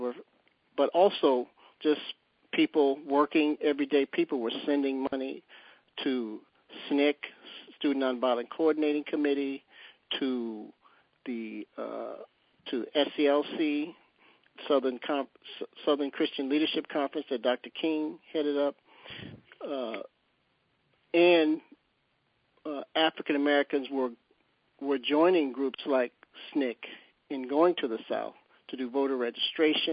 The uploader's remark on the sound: On Thursday February 24th we held our 2nd national teleconference. On this call we listened to a pre-recorded interview.